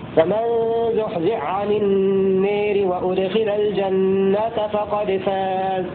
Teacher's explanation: فمن زحزح عن النار، يدغم الحاء في العين مع تشديد العين وإسقاط الحاء